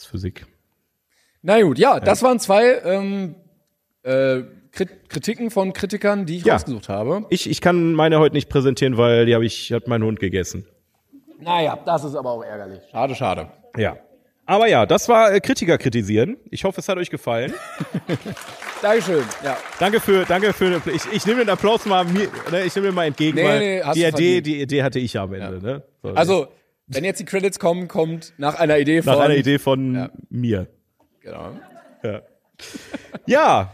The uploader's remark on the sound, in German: Die Kino-Events sind zurück! Nach langer Pause ENDLICH wieder LIVE aus dem Metropolis-Kino in Bochum.